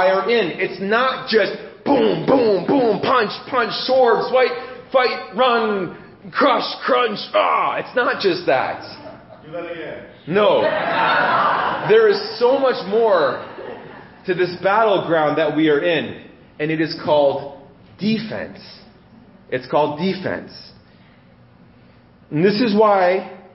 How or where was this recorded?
large echoing room